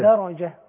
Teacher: يبقى انا برقق الدال وهفخم الراء عشان مفتوح